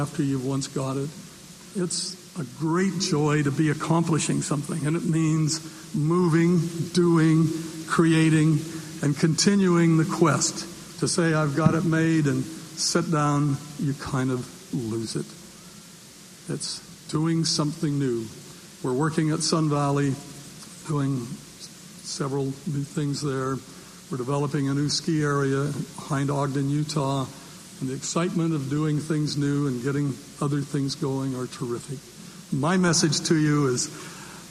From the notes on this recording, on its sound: recorded at the Academy of Achievement's 1992 Summit in Ls Vegas, Nevada